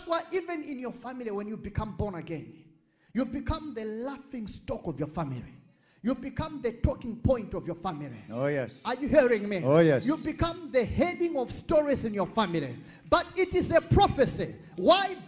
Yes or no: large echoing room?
yes